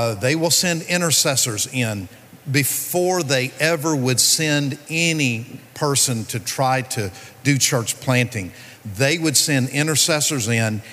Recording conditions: busy venue